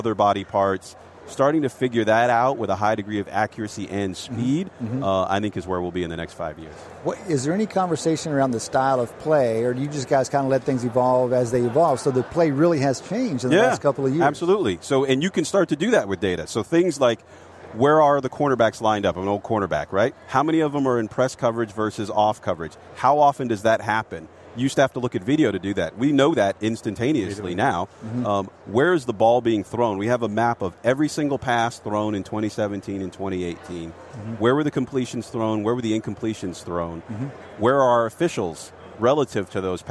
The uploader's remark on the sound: broadcast from radio row at Super Bowl 53 in Atlanta